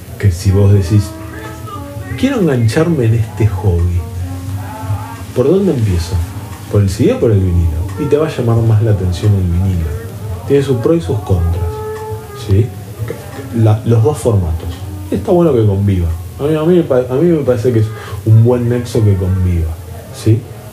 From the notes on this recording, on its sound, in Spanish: Cabildo y Juramento. Nos vamos hasta el norte de la ciudad y buscamos refugio en una galería sobre una de las avenidas más ruidosas. Ahí, Maniac nos abre sus puertas y nos transporta a otra dimensión.